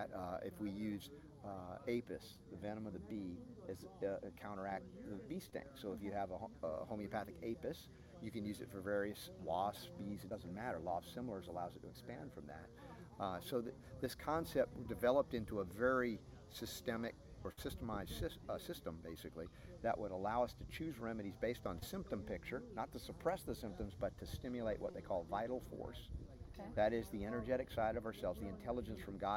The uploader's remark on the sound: On location at Goody Farms in Joplin, MO